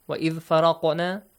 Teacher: Qalqala, bouncing sound, because it is from among the Qutb Jat letters.